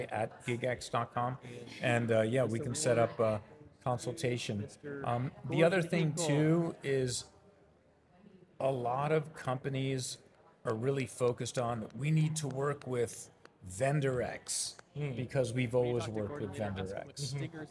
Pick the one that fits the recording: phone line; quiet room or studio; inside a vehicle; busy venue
busy venue